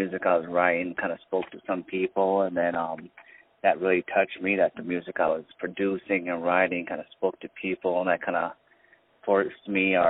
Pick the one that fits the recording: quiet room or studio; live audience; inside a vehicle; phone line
phone line